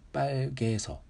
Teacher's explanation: H の音が脱落するだけじゃなくて、母音まで変わる · Term: H の変則要件